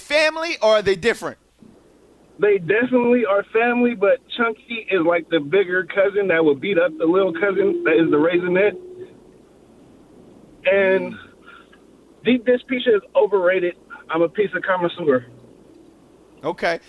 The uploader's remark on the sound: the phone lines are flooded